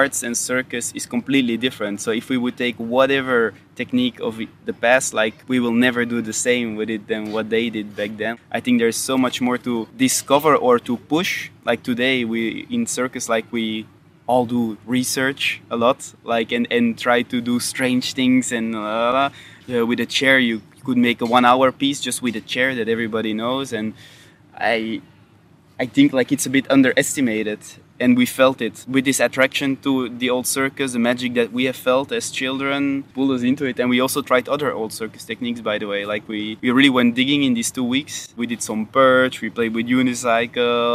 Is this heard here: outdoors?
yes